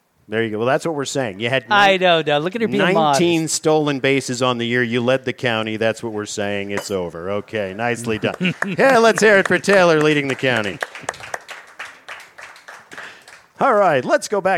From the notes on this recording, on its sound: Live from The New Bertie's Inn, 160 Old Friendensburg Rd. At Five Points.